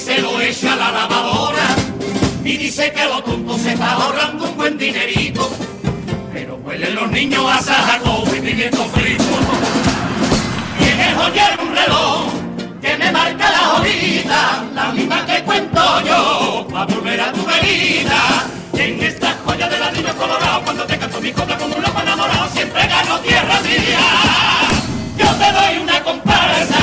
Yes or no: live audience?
yes